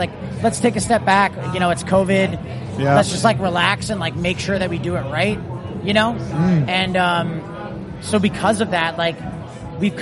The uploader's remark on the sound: We’re back with another episode recorded at Slam Dunk 2022. Festival slots can be tricky as these conversations are often very restricted by time and guests are being ushered around a heaving press tent with music from at least 2 stages competing against each other as well as our voices.